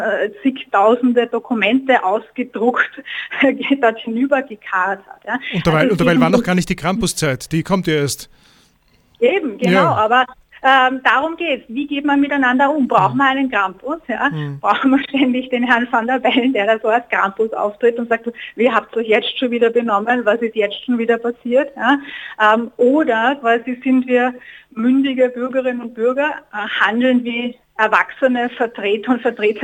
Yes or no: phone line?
yes